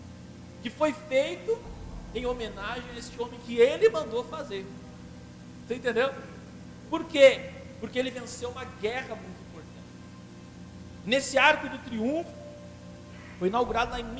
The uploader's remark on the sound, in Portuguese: Esta mensagem foi gravada na Quadrangular Liberdade no dia 26 de abril durante o culto de Celebração.